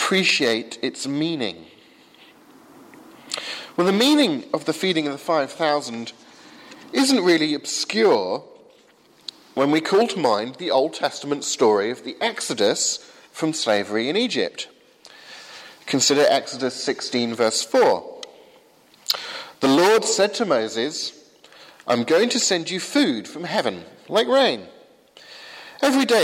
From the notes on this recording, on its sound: Sermon from 8 am service at Highfield Church Southampton